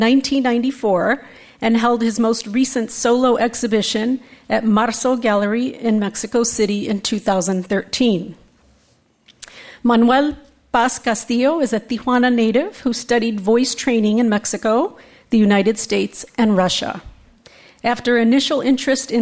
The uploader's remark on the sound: A flash mob opera performance by the Opera Ambulante in Tijuana surprises the panelists and audience in this second session of Mexico Moving Forward 2014.